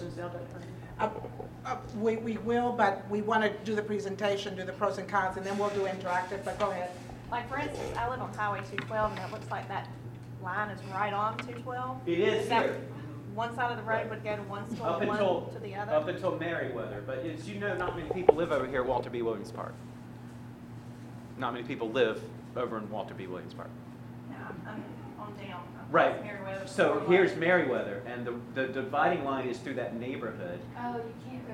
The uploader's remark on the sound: Baldwin County School District Elementary Schools Redistricting Community Input Meeting. The recording includes some question and answer from parents and the presentation audience.